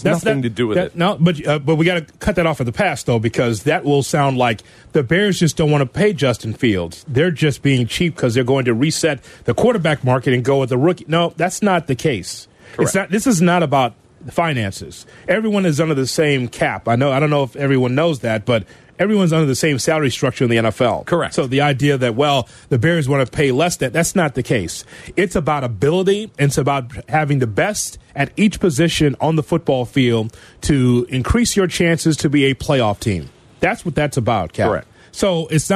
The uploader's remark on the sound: Joins the show over the phone as a work from home protest.